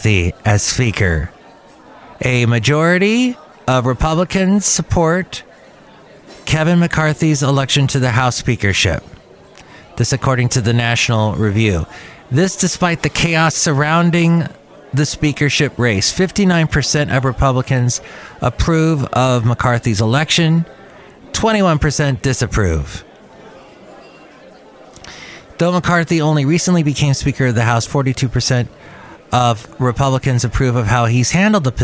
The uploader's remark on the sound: podcasts live from Cafe Anyway